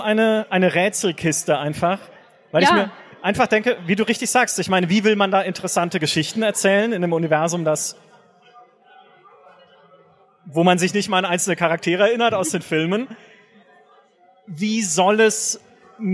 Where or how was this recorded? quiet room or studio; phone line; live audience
live audience